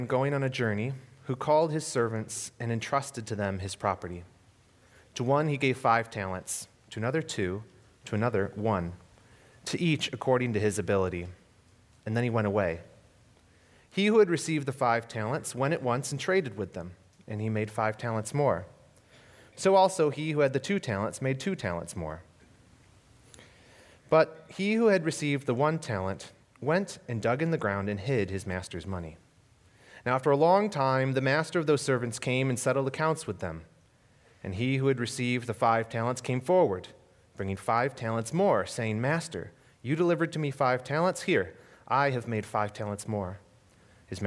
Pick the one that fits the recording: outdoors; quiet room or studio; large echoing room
large echoing room